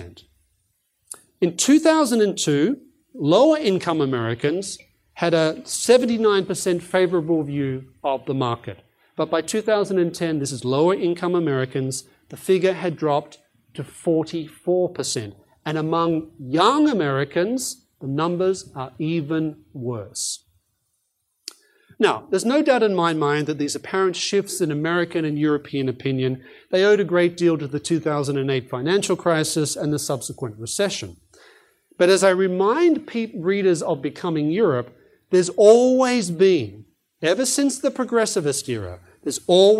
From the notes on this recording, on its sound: a presentation that was delivered as part of the 2013 Acton Lecture Series